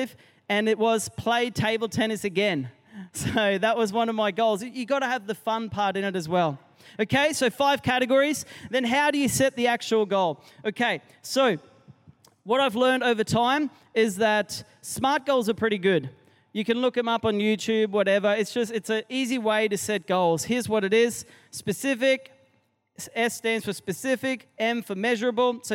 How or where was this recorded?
live audience